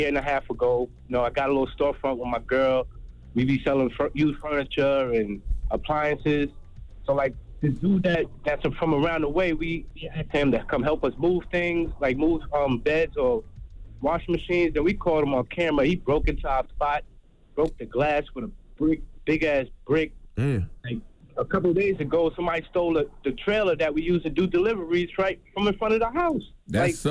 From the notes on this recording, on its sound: they opened up the phone lines